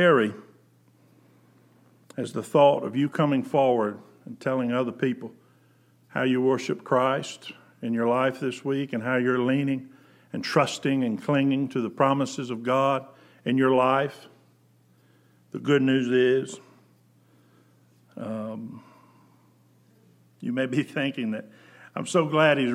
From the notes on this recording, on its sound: Preached January 26, 2020 at General Baptist Church God's House of Prayer in Fairborn, Ohio